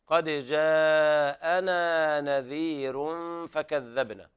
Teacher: قرأ ورش بترقيق الراء في نذير حيث جاءت في القرآن، سواء كانت مضمومة أو مفتوحة وقبلها كسر متصل بها أو ياء ساكنة، سواء كانت لينة أو مدية.